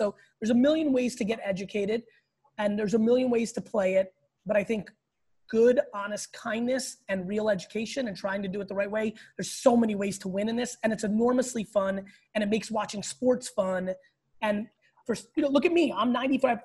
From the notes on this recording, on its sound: This episode is an exclusive Q&A that I did over the weekend on Zoom.